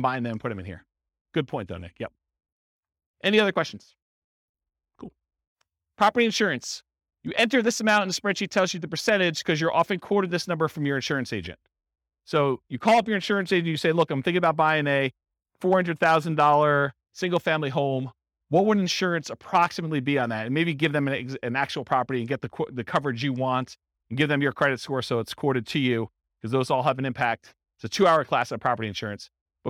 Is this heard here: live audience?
yes